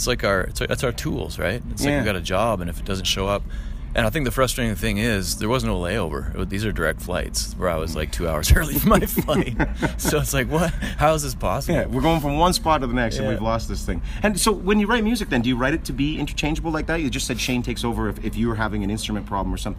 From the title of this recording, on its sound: Live from Trackside Music Festival